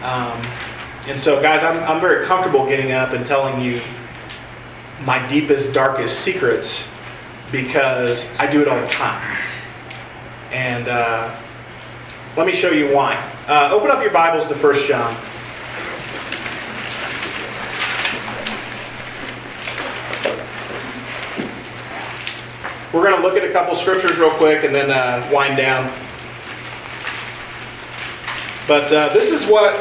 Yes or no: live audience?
yes